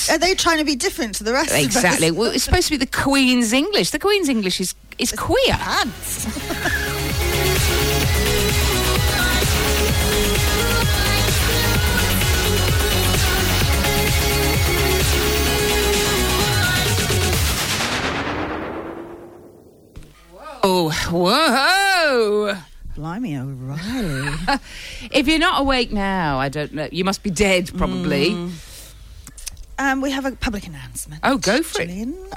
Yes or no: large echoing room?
no